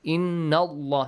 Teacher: the letter lam in the word Allah is pronounced heavily. إِنَّ اللَّهَ Because there is a fatha sound before.